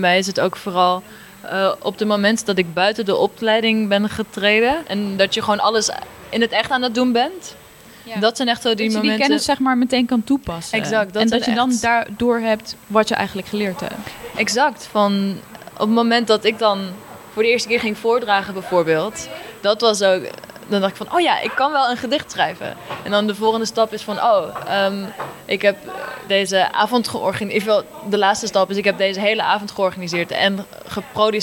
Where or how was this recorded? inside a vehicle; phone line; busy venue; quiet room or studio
busy venue